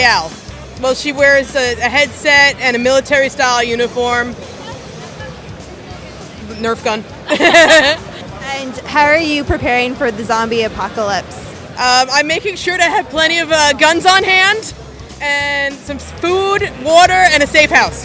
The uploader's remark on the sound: The Oxford Comment visits the New York Comic Con & Anime Festival.